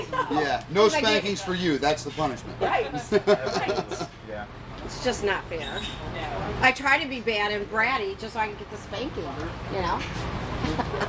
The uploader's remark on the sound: Thirty Naked People And A Microphone. This discussion-group style episode was recorded live on our last full day at the resort.